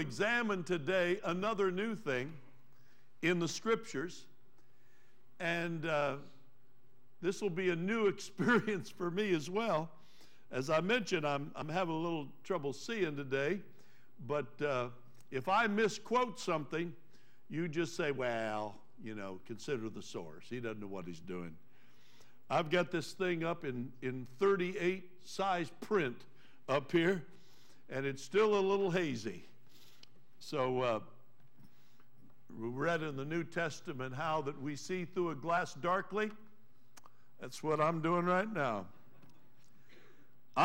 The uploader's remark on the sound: Trinity Church Live